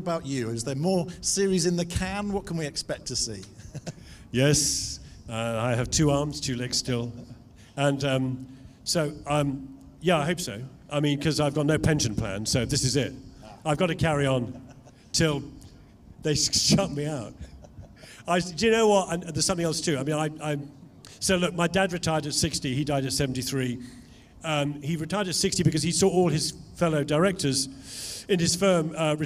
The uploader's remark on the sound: Our star interview from the Summer Jaguar Festival, held at Bicester Heritage. On the live stage.